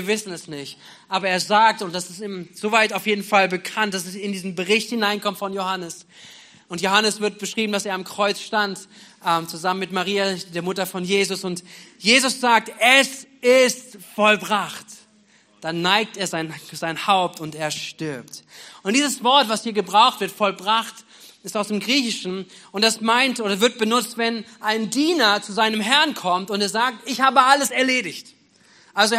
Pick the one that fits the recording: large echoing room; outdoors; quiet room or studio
large echoing room